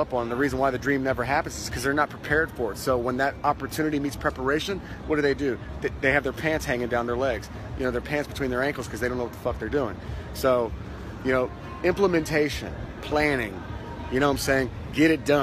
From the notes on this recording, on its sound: Live from Pattaya Beach, Thailand